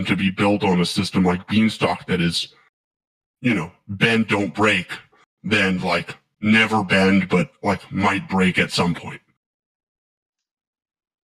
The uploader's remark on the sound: The recording was unfortunately cut off early due to technical recording issues.